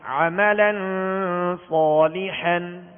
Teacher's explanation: عین کو وسط حلق سے ادا کریں گے، عملن نہیں پڑھیں گے بلکہ عملن، عملن نہیں بلکہ عملن، یعنی حمزہ اور عین میں فرق ہونا چاہیے.